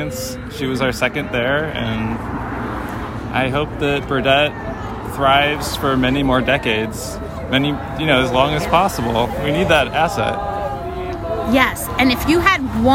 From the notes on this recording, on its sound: Protests Outside St. Peter's Fundraiser. Recorded at the protest.